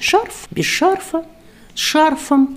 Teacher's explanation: слово «шарф» рекомендуется нам произносить без подвижки ударения. То есть шарф без шарфа, с шарфом и так далее.